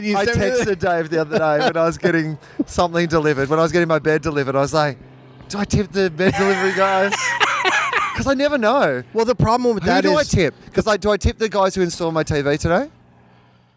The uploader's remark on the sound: On the roof. The sweet sounds of LA at night.